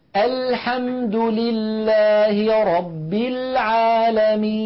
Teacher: اللام من أدنى حافة اللسان إلى منتهى حافة اللسان من الجهتين · Term: مخرج حرف اللام